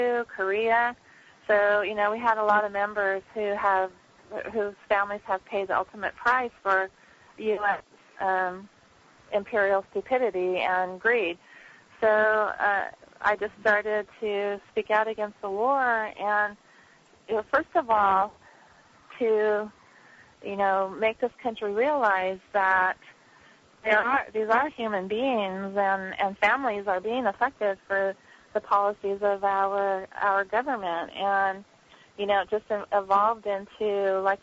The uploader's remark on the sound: take phone calls from the listeners